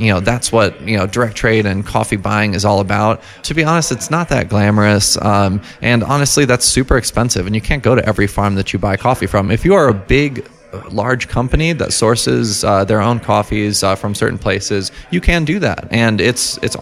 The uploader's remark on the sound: goes on location to Harbinger Coffee, a home-grown Fort Collins coffee roaster and cafe